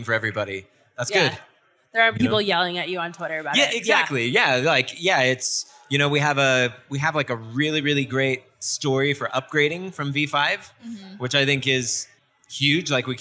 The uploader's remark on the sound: Live from Remix Conf! Live on-stage at the first-ever Remix Conf after-party!